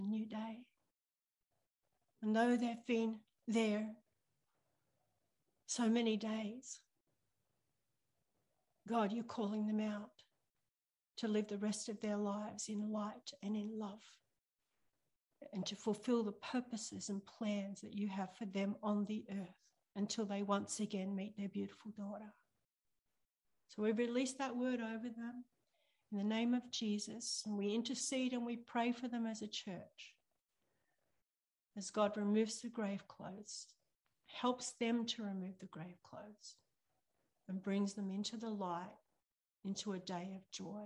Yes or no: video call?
yes